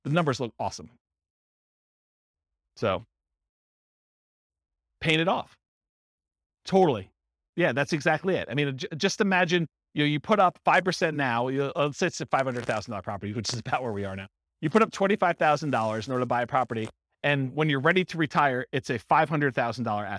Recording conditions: live audience